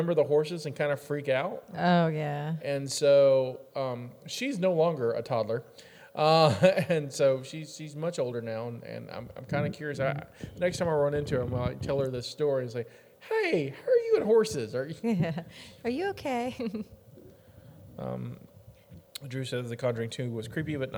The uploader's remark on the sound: live from the Container Yard